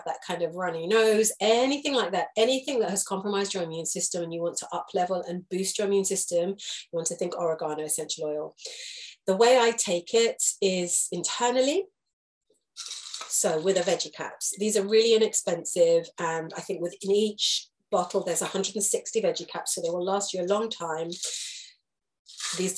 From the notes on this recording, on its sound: This is a recorded Zoom lesson